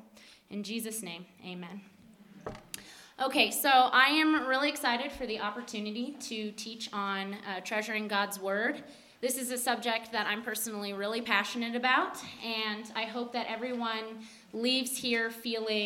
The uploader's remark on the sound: at the Flagstaff Christian Fellowship retreat *LIVE AND UNEDITED